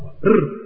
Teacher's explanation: طرف اللسان ده بيضرب ضربات ورا بعض · Term: صوت الراء